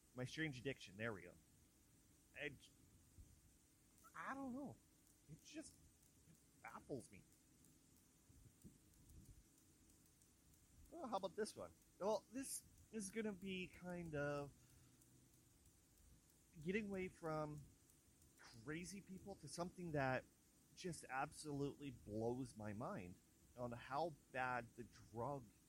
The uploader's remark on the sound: It sounds clearly now. It's been a while since I had my mic but I'm very happy with the results except it's a little quiet.